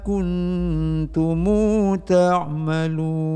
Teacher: menambahkan waw mati setelah mim mati, dan mim mati diharakatkan dengan dhammah. Kuntumu, kemudian hum, humu, kemudian kum, kumu, kalau him, him, kalau him jadi himu apabila wasal.